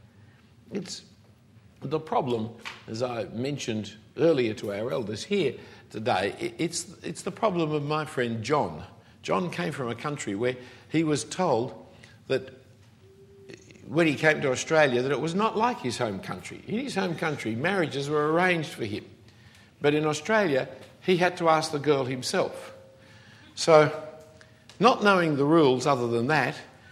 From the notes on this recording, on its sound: Given at a weekend conference for the United Christian Church of Dubai in 2014.